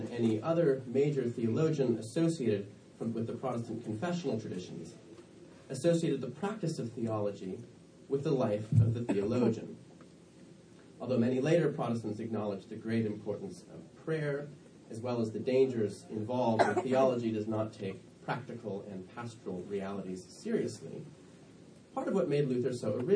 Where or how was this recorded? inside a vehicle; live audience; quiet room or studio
live audience